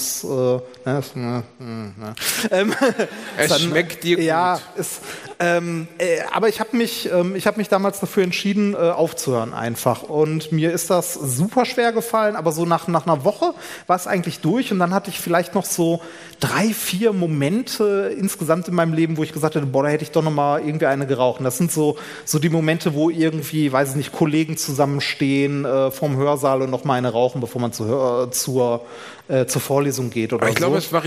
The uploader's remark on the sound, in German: Live Mitschnitt von AAA-Live aus Bielefeld.